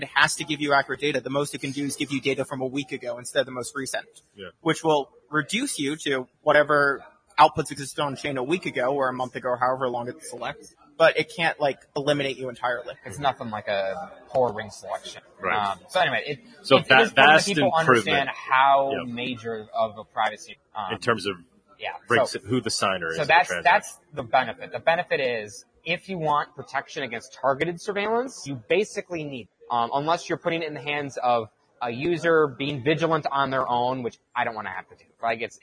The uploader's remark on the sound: LIVE from MoneroKon23 in Paralelni Polis, Prague!